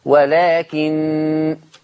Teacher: حفص لما يقف على النون هتبقى بغنة لأن عنده نون مشددة، ولكن. طب يا ورش لما تقف هتبقى النون مخففة بس مفيش غنة، ولكن، ولكن.